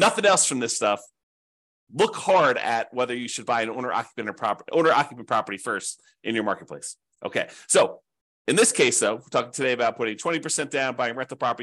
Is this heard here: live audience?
no